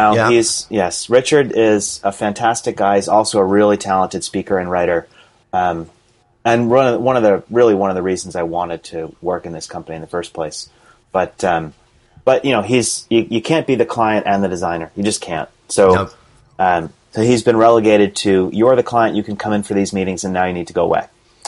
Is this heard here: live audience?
no